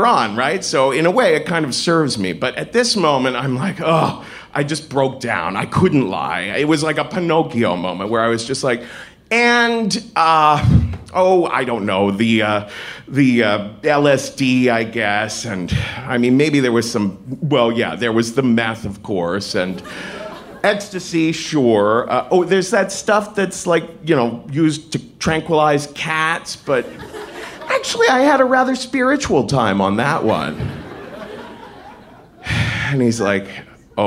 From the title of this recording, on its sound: Live From Seattle 2!